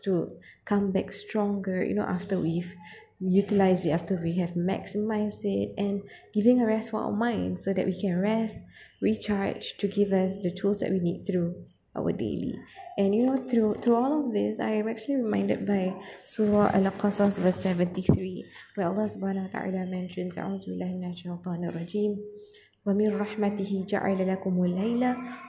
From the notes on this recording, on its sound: Tried to record in a very remote yet public area thus apologies for the abstract background noise